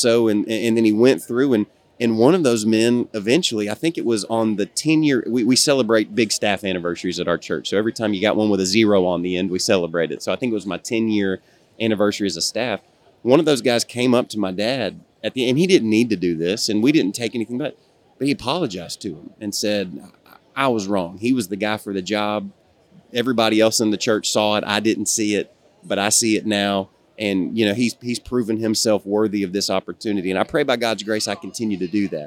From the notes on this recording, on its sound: Live at SBC. Live at the Southern Baptist Convention.